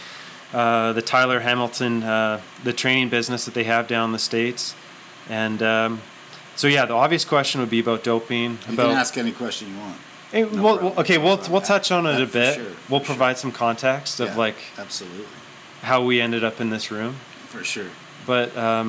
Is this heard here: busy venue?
yes